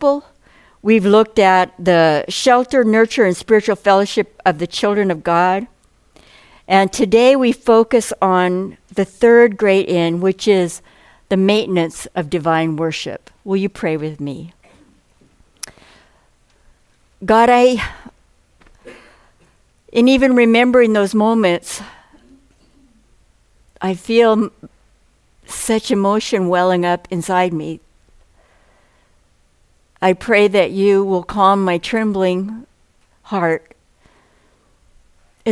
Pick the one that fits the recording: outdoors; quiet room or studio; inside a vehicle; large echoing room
large echoing room